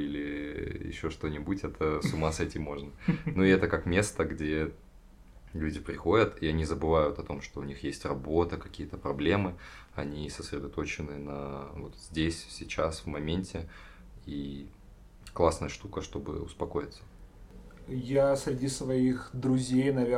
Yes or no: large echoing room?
no